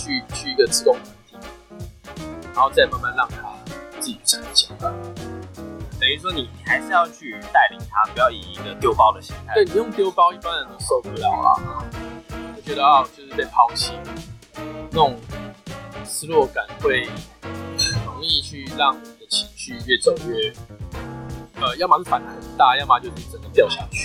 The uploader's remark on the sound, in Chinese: 本集音檔為 2019 年錄製，錄製時收錄較多環境雜音，已降噪處理加上背景音樂。